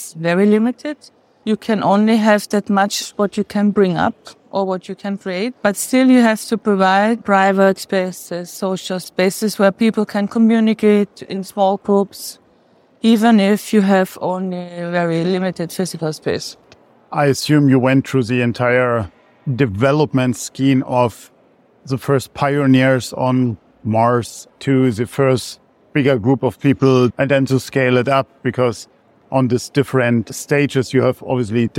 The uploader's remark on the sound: During the opening of the exhibition Room with a View in the Science Corner at the Technical Museum in Vienna in March 2023. Space Café Radio - Room with a view.